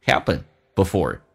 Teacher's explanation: Happen 那个 P 可以浊化成 B,因为我刚刚有讲过两个元音加一个辅音 Happen before.